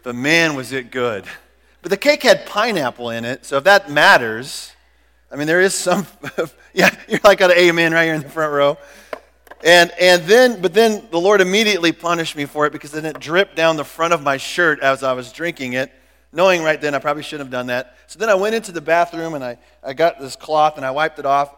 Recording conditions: large echoing room